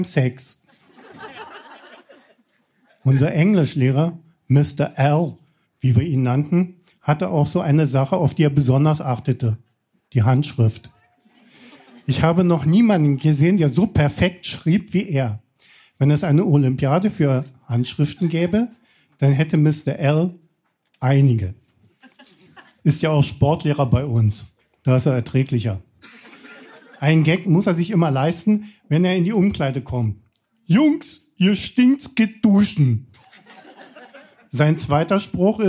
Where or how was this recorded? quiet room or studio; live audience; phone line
live audience